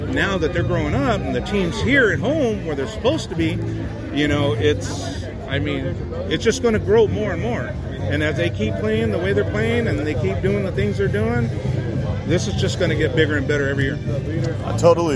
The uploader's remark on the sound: LIVE from Ramfest!